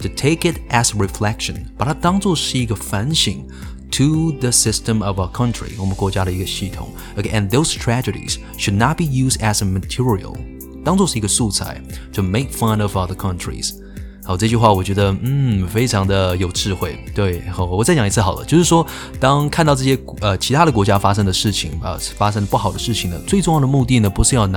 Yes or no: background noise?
no